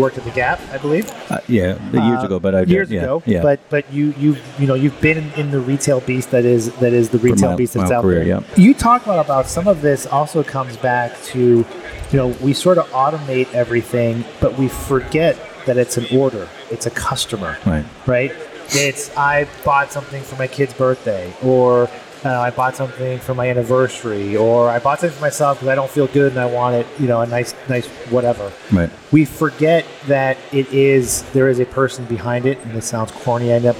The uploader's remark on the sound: On location at MODEX 2022